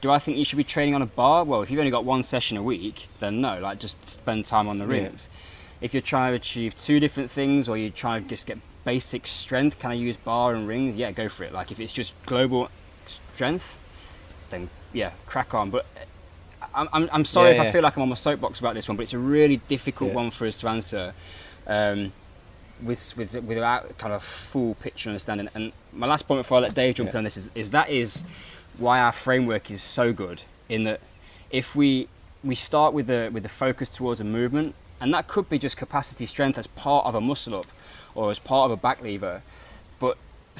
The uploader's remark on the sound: LIVE from the school of Calisthenics garden